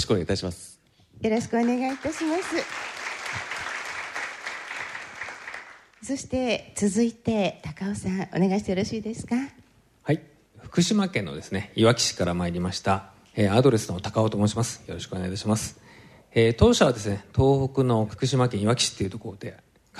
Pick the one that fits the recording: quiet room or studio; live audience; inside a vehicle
live audience